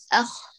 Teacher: برخاوة الخاء يجري صوتها كله